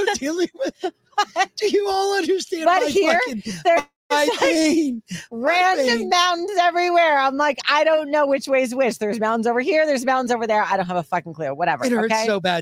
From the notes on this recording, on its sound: We were live at the Arizona Border